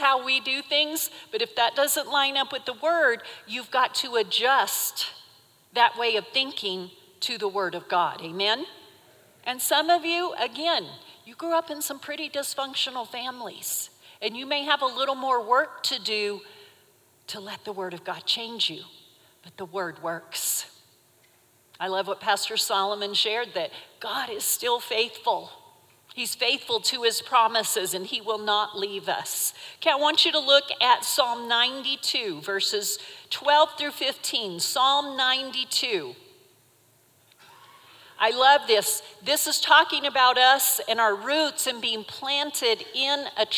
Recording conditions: large echoing room